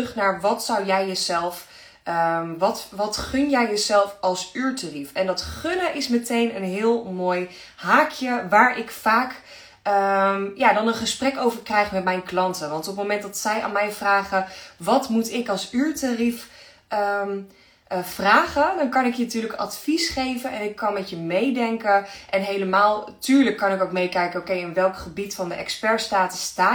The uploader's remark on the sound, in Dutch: Insta live opname. Luister deze Insta live terug.